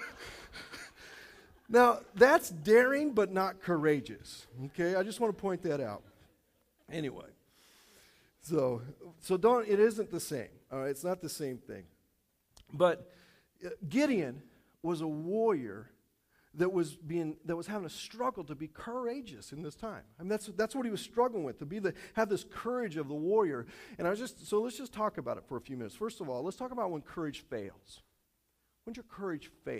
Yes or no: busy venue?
no